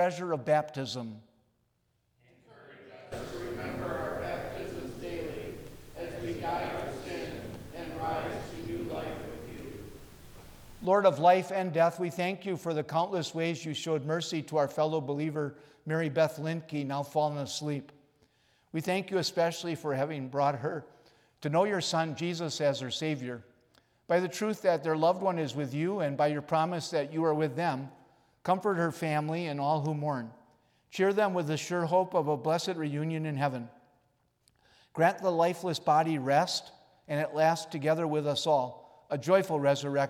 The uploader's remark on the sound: Recorded on January 8 from Salem Lutheran Church in Owosso, MI.